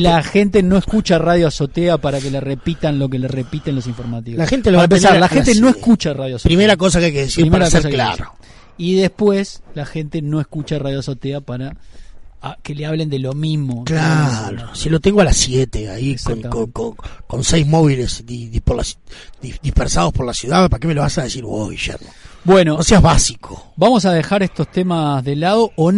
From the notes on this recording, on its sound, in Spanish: Aislamiento social ao vivo. Desde una azotea en algún punto de la ciudad. Desde una azotea en algún lugar de la ciudad de Montevideo.